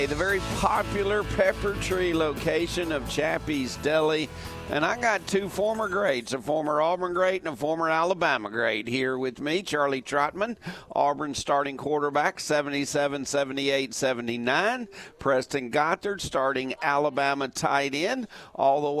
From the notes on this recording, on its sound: Chappy's Deli at Peppertree hosted the Saturday morning show for the first time.